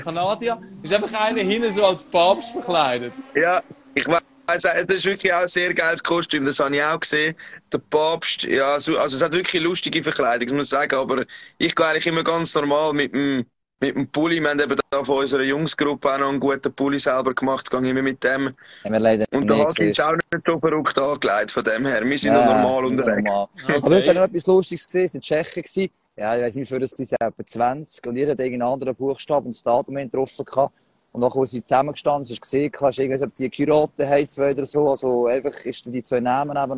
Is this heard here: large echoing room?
no